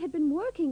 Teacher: remember to pronounce had with the schwa